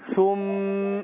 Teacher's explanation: وديت لها غنة حركتين عشان مشدد